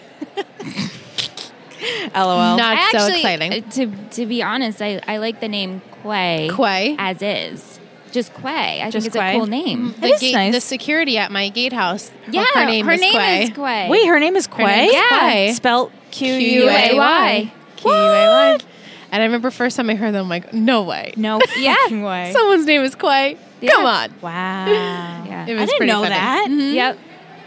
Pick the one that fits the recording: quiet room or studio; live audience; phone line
live audience